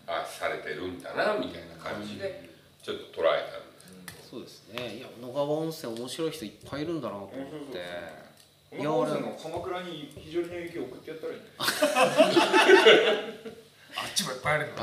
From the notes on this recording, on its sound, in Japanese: 肘折夜市の湯治場ラジオ酒場をご利用いただいたみなさん、ご寄付いただいたリスナーのみなさんのおかげで、マイクを新調いたしました！新しい録音環境になり、まだセッティングが甘い録音となっております。